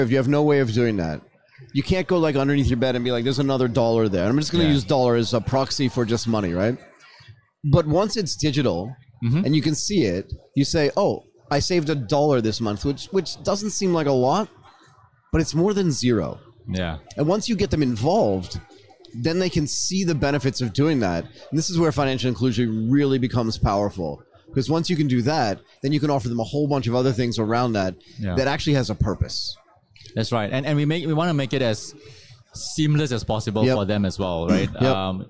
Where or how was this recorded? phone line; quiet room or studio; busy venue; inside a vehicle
busy venue